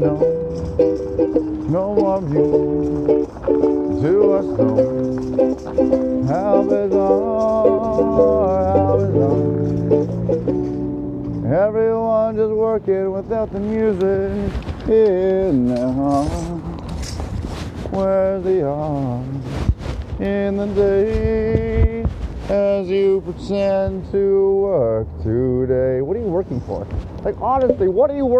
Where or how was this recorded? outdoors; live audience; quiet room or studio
outdoors